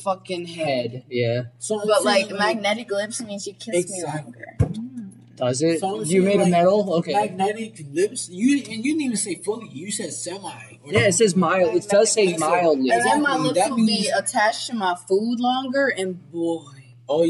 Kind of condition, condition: fault, poor sound quality